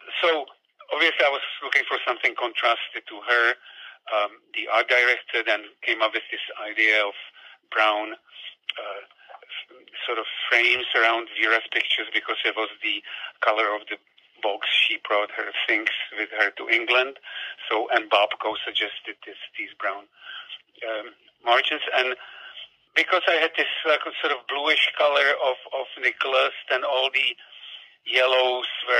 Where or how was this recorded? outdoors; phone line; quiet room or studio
phone line